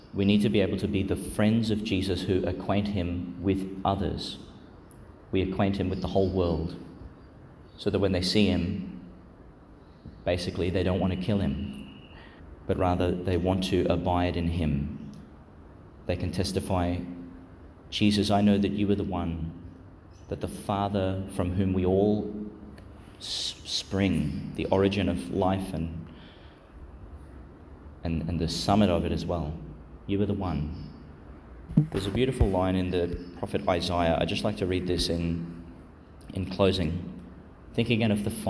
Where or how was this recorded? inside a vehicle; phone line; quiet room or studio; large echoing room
large echoing room